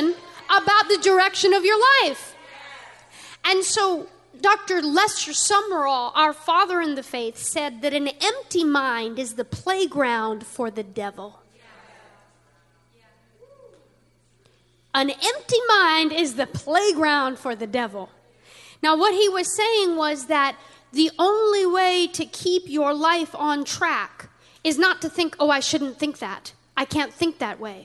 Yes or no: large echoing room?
yes